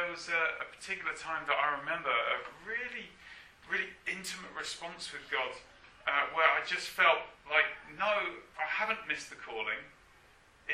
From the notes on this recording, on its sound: apologies for the poor sound quality on this track